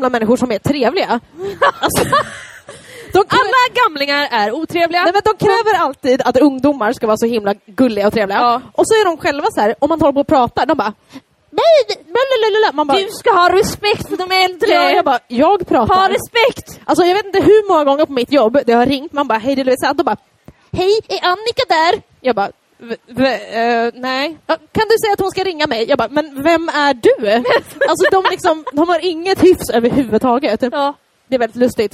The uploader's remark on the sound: Första delen av vår härliga LIVE-inspelning under West Pride!